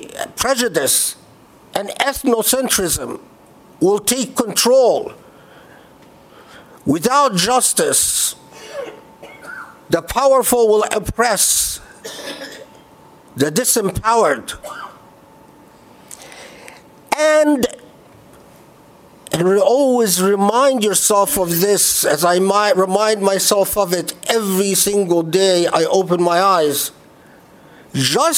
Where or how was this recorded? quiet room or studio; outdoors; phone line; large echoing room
large echoing room